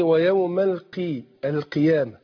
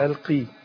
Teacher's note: القاف المكسورة بتاخد أدنى درجات تفخيم